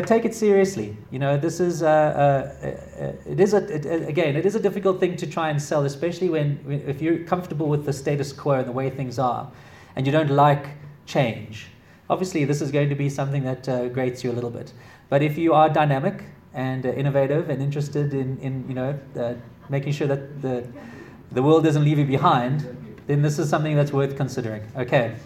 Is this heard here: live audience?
yes